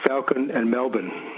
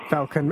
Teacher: the A in Falcon and the E in Melbourne are pronounced exactly the same way.